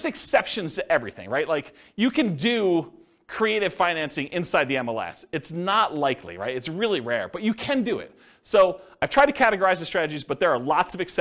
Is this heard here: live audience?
yes